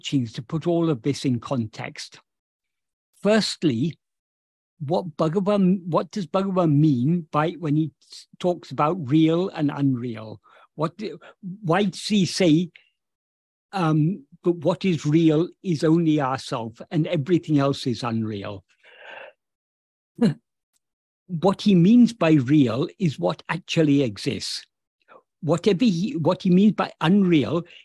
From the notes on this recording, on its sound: In a Zoom meeting with the Ramana Maharshi Foundation UK on 26th August 2023